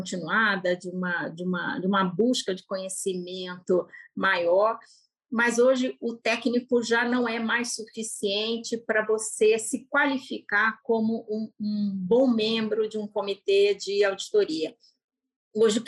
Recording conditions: video call